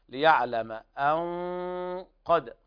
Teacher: فتفخم الغنة لتتناسب مع القاف حال الوصل